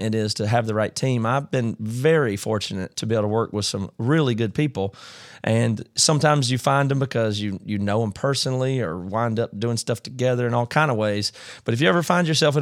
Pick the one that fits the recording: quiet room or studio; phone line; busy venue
quiet room or studio